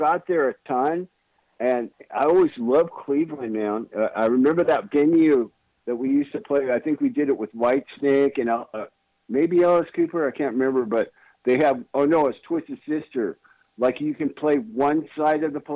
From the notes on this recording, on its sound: called